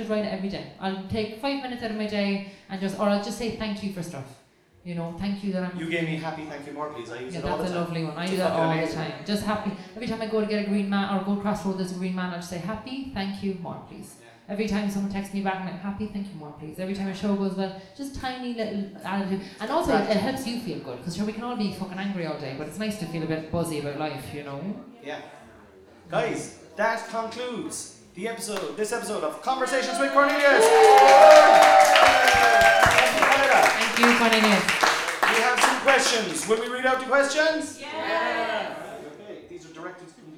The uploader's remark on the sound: live at the CoCo Club